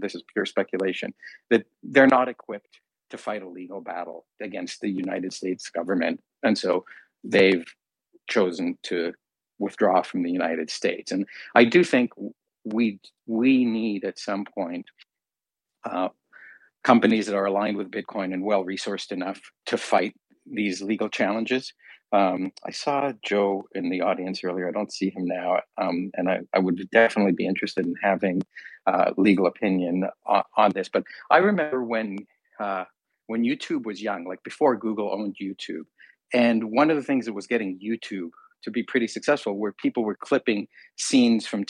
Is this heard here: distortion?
no